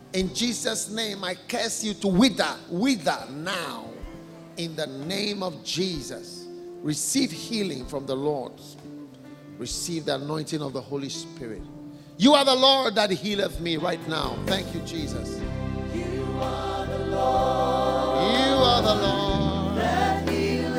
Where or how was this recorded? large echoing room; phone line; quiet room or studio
large echoing room